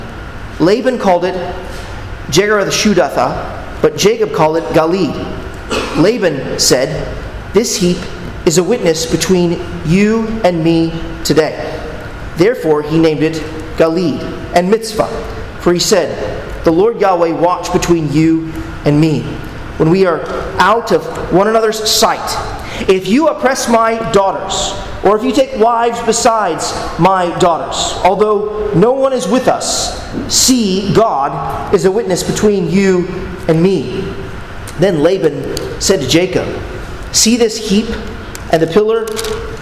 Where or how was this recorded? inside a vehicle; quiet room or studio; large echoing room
large echoing room